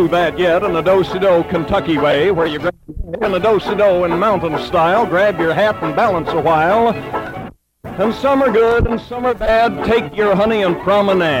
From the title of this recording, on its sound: Live Dance Recording of the Santa Monica Jubilee in 1950